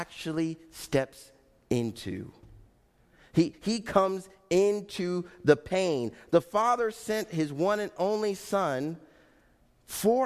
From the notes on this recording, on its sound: Faith Baptist Church in Hamilton, NJ.